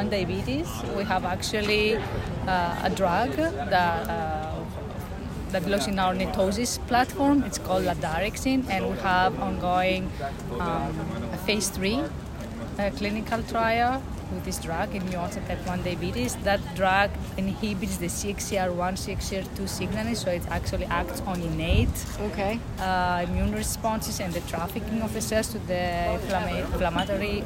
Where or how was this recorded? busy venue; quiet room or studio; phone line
busy venue